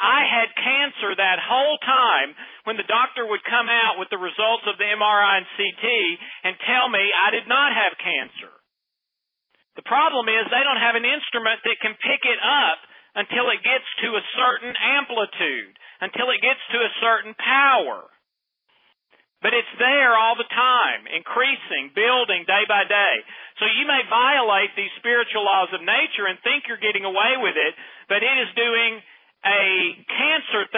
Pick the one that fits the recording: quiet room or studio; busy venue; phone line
phone line